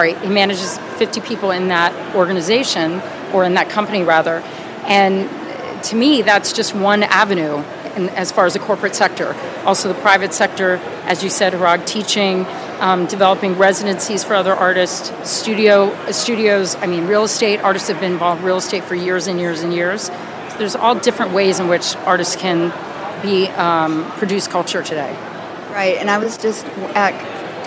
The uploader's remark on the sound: Live from Untitled Art Fair